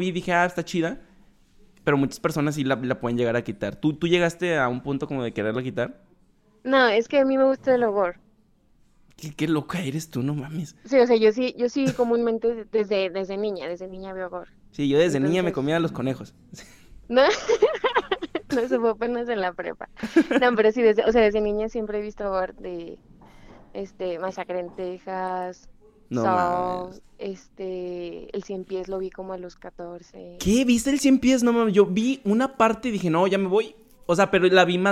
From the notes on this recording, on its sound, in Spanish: le marque por teléfono a una amiga que vive en otros estado